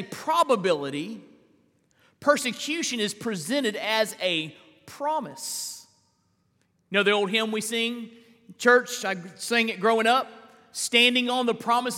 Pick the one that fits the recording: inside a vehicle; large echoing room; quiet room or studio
large echoing room